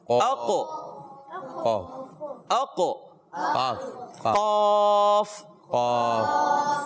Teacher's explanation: ٹھیک ہے. تو وہاں جب یہ زبان کی جڑ ٹکراتی ہے تو ادا ہوتا ہے قاف. اقو اقو قاف.